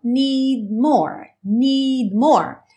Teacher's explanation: Você tem a intenção de fazer o D, mas ele não soa realmente · Term: consoantes oclusivas